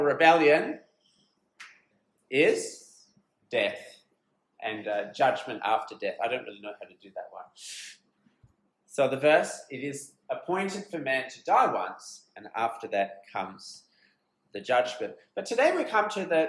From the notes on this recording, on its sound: This sermon was preached at Beacon Learning Centre on 23rd June, 2023.